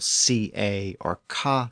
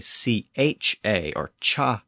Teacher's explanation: the Norman dialect preserved the traditional CA or CA sound that was used in Latin. But in Parisian French, that sound became a CHA or CHA sound. And then in later French, it evolved into a SHA sound.